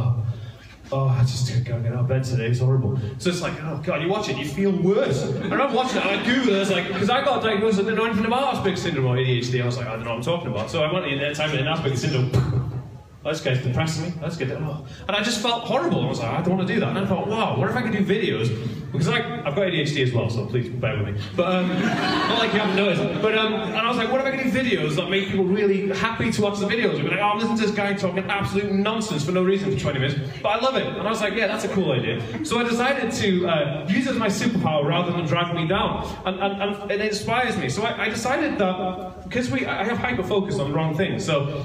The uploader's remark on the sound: Taken from a live talk I did in 2018 for TAD Talks for the Autism Directory in Aberystwyth Wales.